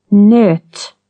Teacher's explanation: Long Ö with lip rounding. Nöt. Short Ö.